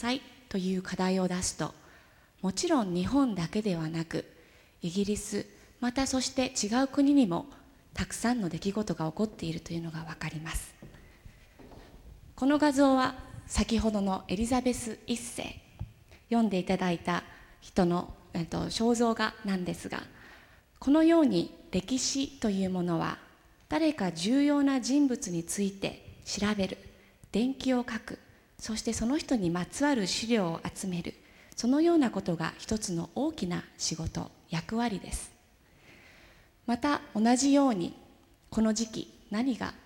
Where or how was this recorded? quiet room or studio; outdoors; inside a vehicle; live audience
live audience